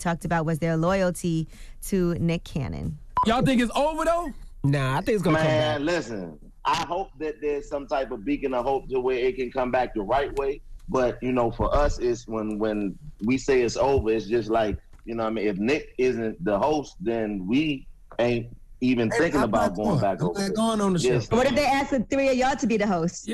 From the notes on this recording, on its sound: we opened up the phone lines